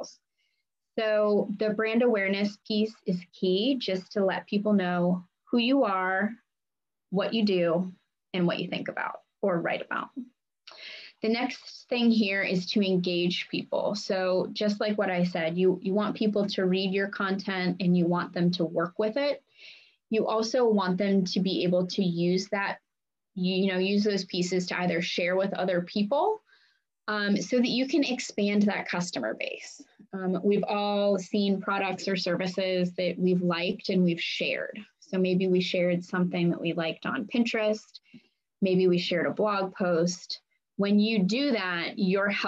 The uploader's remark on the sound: On a Zoom meeting with several Davidson College students.